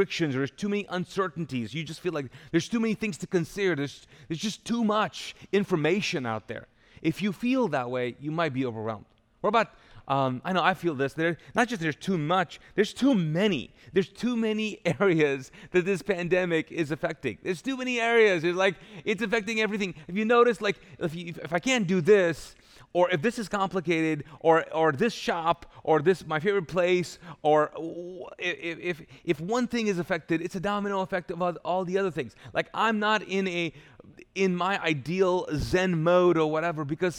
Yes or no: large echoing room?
yes